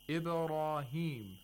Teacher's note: Ibrahim, the ra is pronounced with tafkhim